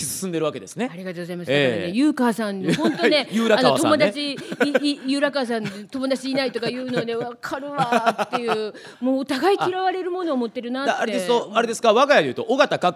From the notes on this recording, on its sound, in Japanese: 公開収録。